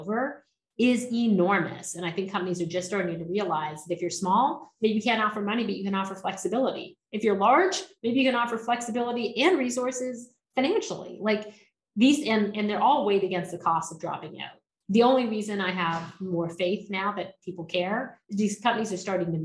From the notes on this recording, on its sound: For a live virtual chat. In a virtual fireside chat.